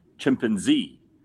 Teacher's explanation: I put the emphasis on Z.